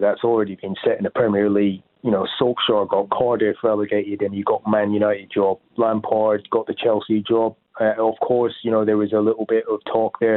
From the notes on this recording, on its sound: taking your calls